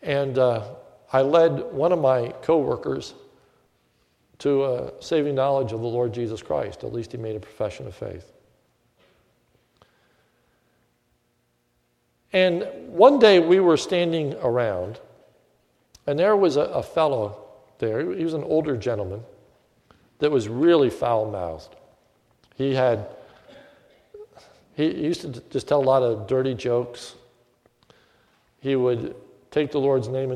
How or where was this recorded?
large echoing room